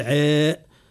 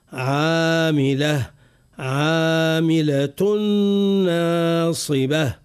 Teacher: فنرقق صوت العين من غير مبالغة · Shown in: second take · لا نقول عاء، زاد هذا النطق زاد محلي عندنا في تونس في بعض المناطق، عاء يقول لك عاء، عالية، عاملة، لا نقول عاء، عاملة، عاملة ناصبة.